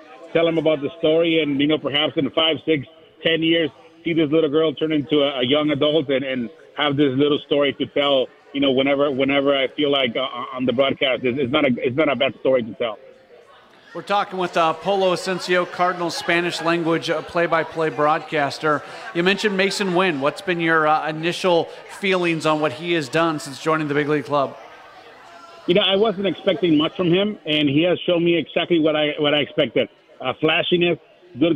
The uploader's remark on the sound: broadcast live from Hot Shots in Arnold, MO as part of the Michelob Ultra City Caravan